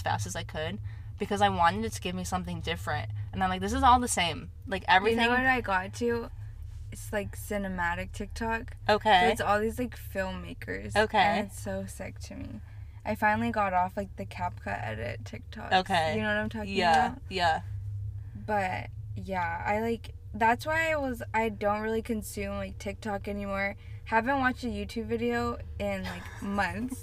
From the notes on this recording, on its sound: We are in the car next to a Starbuck's Drive Thru after all.